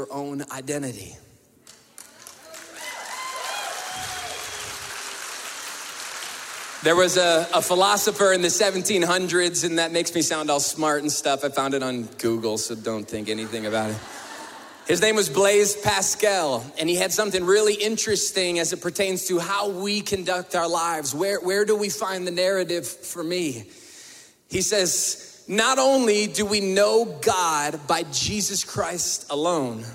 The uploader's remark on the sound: we were able to bring the weekend experience LIVE into our campus at the Denver Women's Correctional Facility